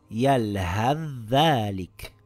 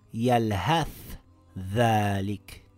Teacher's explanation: Merging also happens to the tha and the dhal. The tha gets dropped · Shown in: first take · and is read as yalhath dhalik and not yalhath dhalik.